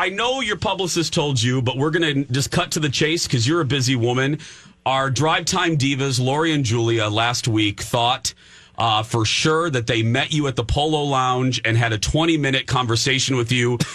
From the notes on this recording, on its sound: listeners call